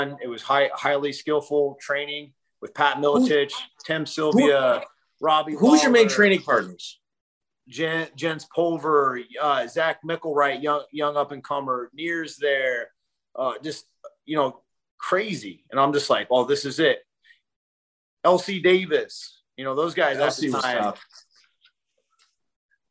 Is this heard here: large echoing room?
no